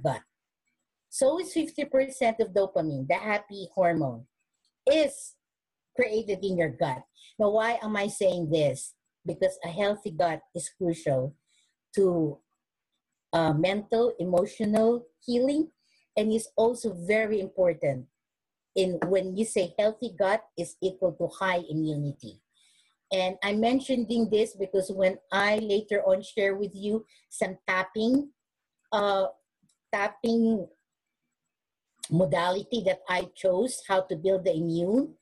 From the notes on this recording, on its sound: originally hosted as a webinar and recorded in May of 2020